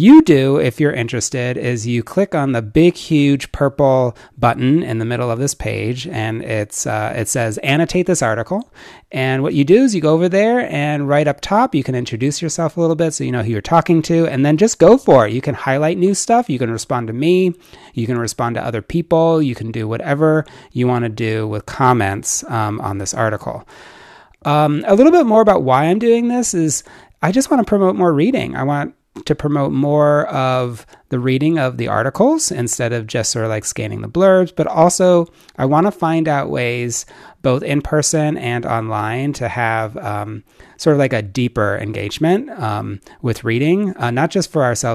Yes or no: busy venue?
no